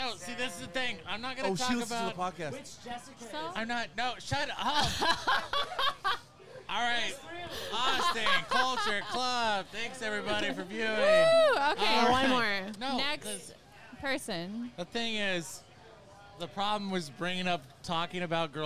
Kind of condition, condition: setting, busy venue